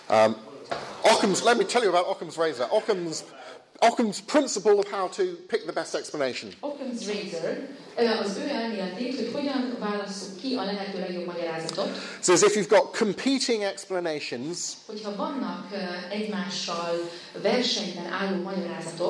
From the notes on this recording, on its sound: With Hungarian translation. Plenary lecture from the 2016 Hungarian Leadership Forum.